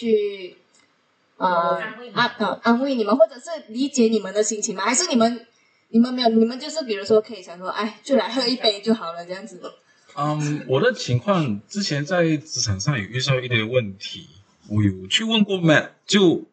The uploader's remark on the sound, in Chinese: 因爲這次錄音的環境和以往不同，所以音質略差。